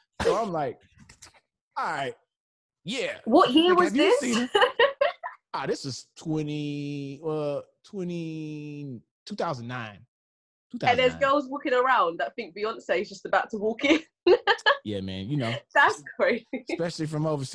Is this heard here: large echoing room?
no